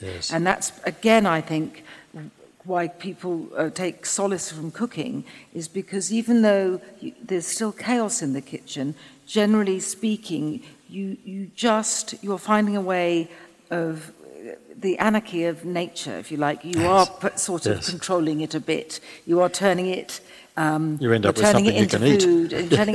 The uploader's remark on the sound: In front of a live audience, for an event by our friends at The School of Life.